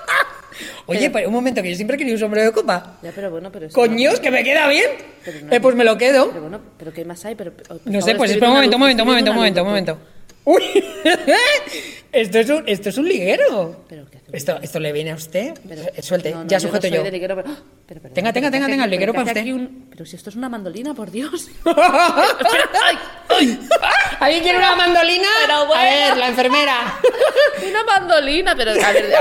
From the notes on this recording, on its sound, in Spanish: Este podcast se graba en vivo y el sonido es el núcleo del show. Nos encontramos sobre el escenario del teatro Tribueñe de Madrid.